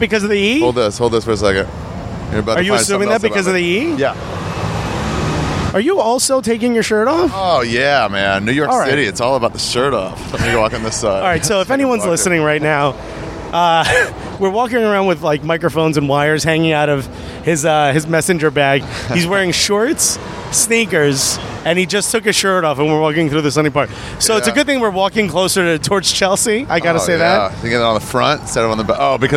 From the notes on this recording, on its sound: It's an on location style podcast through the streets of Manhattan and Brooklyn.